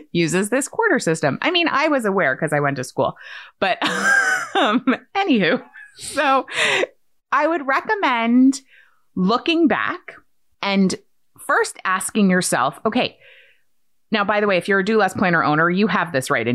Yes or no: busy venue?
no